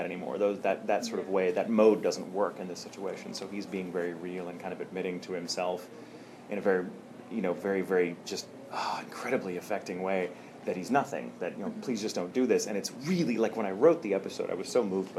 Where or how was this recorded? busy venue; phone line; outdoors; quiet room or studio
busy venue